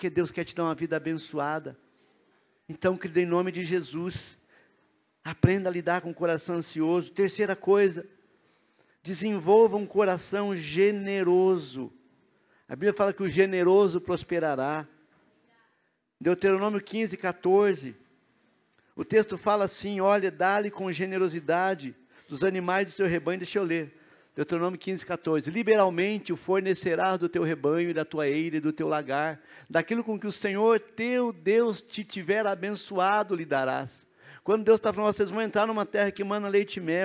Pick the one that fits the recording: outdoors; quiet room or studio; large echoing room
large echoing room